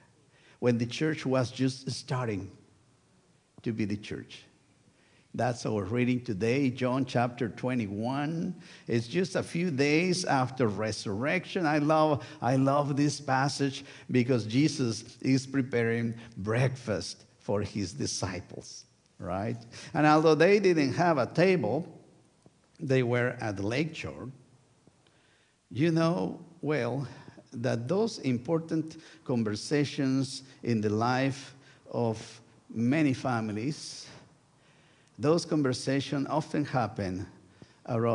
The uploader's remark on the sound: Sunday worship service at First United Methodist Church of Pacoima. Recorded live on July 23, 2023, this service. We are located at 12550 Van Nuys Blvd.